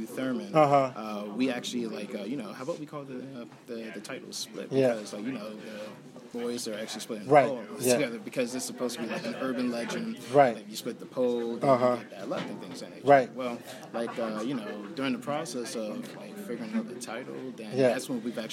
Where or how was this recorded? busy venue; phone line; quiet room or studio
busy venue